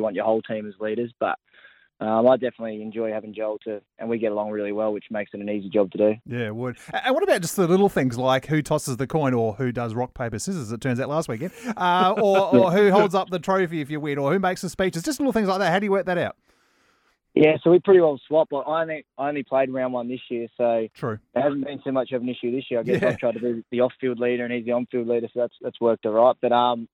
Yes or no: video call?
no